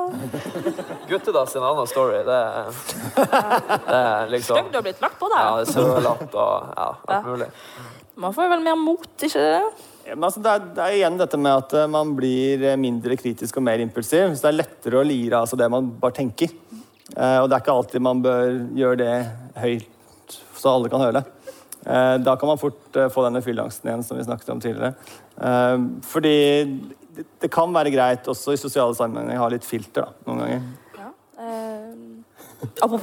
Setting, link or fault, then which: setting, live audience